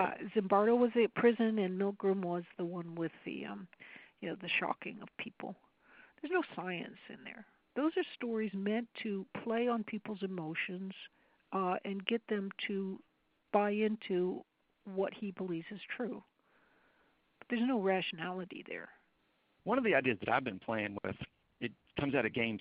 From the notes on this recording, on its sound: I was on the phone with her for about two and a half hours